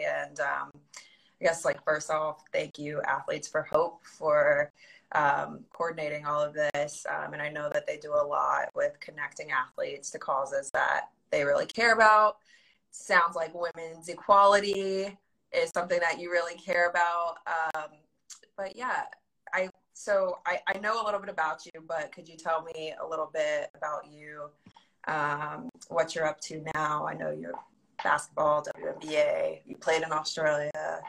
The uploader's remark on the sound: Recorded via Instagram Live in March 2021.